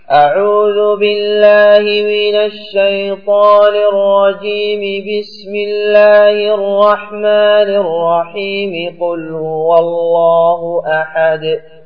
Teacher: وصل الجميع، استعاذة مع البسملة والبسملة مع أول السورة. أعوذ بالله من الشيطان الرجيم، بسم الله الرحمن الرحيم، قل هو الله أحد.